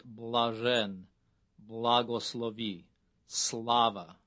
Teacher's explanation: Then there is the consonant la, the hard L, which occurs in words such as blazhen, blagoslovi, slava. Under no circumstances should this consonant be softened to say bla or sla.